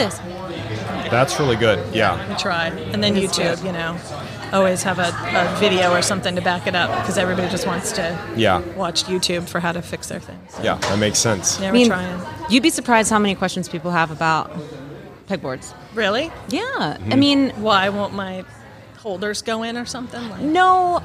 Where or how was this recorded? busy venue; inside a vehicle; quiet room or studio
busy venue